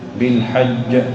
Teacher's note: تشعر أن الجيم تتوقف ولا يجري الصوت معها